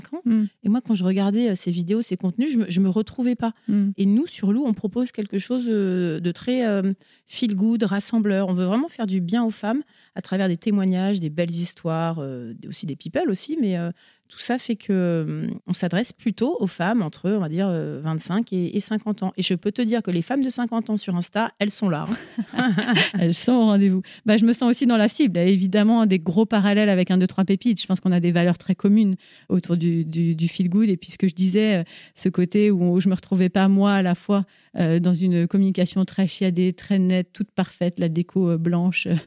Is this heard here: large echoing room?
no